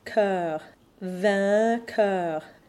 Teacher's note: Start from eh and add the nasal quality vin. Then start again from eh and round the lips for the mixed vowel